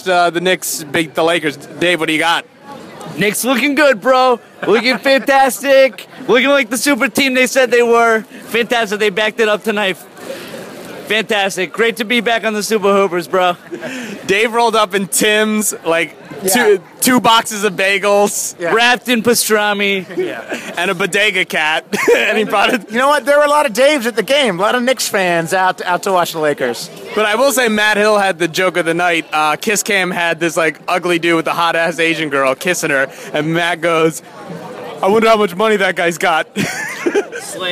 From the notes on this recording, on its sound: Live from the Staples Center!